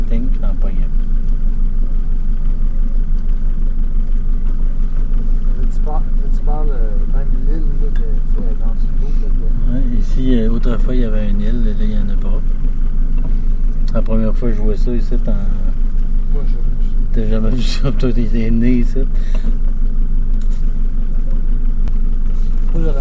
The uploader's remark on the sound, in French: Je l’ai enregistré mercredi dernier lors d’une soirée de pêche au doré.